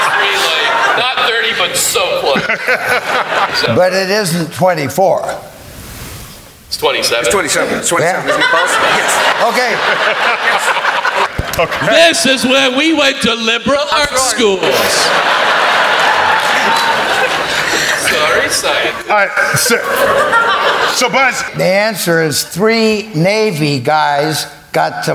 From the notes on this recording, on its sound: StarTalk Live at Town Hall. On StarTalk Live’s mission to explore Town Hall in NYC.